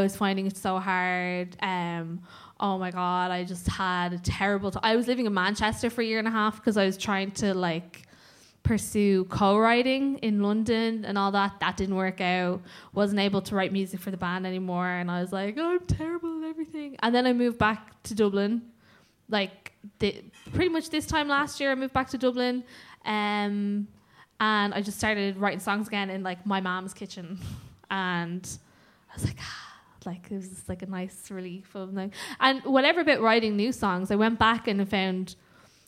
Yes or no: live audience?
yes